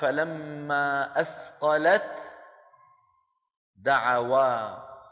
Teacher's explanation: أثقلت آخرها تاء، دعوى أولها دال، فندغم التاء في الدال · Term: الإدغام